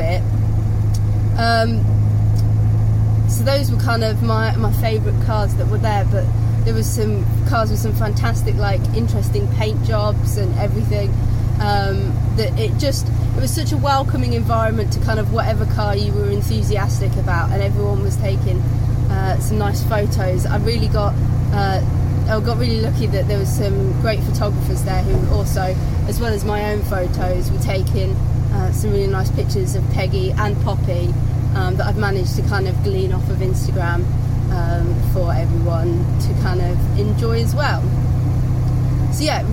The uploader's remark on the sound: all recorded from my 1968 Morris Minor, Peggy